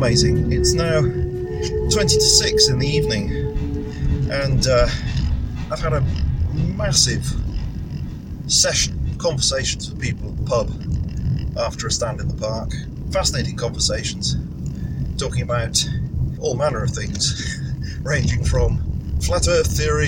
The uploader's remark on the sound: Each Sunday morning I take part in "A Stand in the Park" in a nearby town here in Lancashire. In the form of an "audio diary". Just to give a sense of the atmosphere of the Stands. My gracious friends at the Stand, who kindly agreed to speak for this recording.